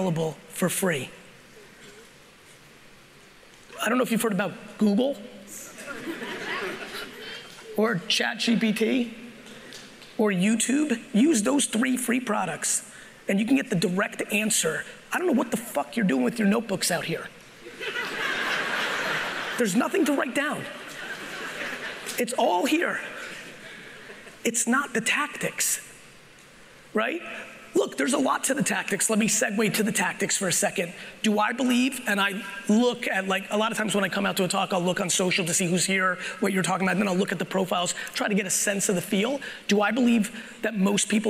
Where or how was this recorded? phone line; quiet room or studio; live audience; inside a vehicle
live audience